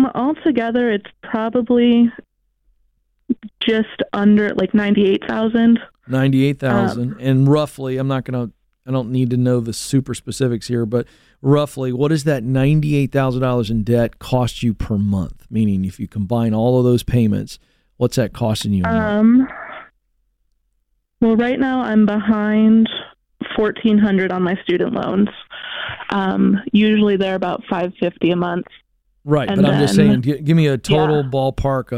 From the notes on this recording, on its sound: A Live Coaching Call